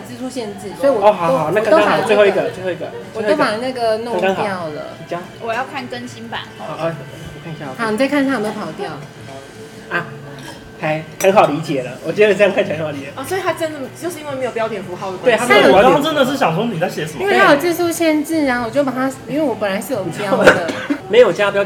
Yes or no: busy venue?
yes